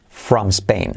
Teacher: Unimos from con Spain para no dejar una I, en medio.